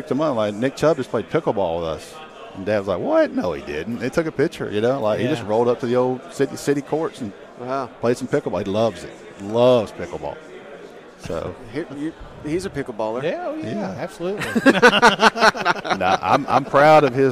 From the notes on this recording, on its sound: joined us live from 2023 SEC Media Days!